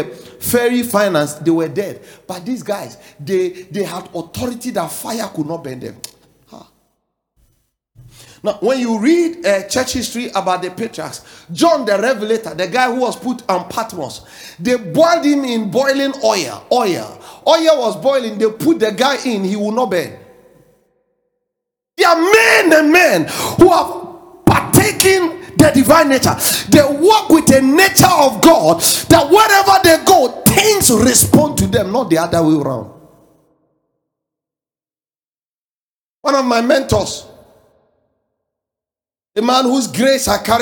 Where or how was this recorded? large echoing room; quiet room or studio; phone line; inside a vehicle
large echoing room